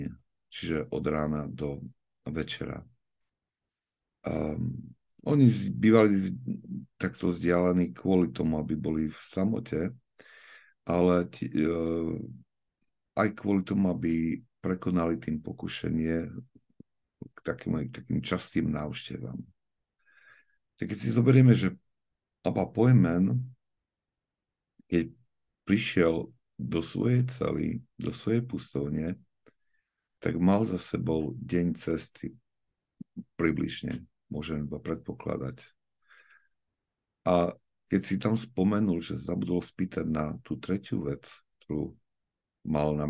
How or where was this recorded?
video call